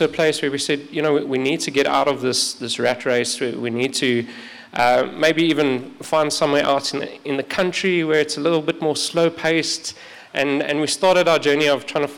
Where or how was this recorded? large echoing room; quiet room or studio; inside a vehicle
large echoing room